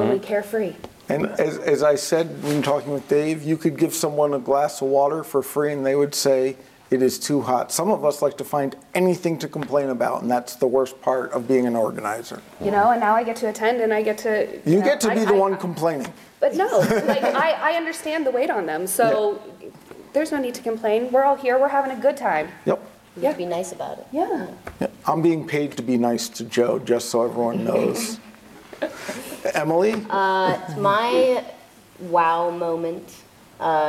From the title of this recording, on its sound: Live From InfoComm 2022